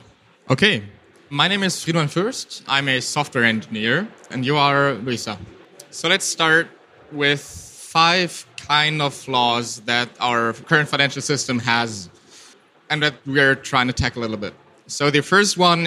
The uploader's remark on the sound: This Keynote was held at the ITCS FFM 2019.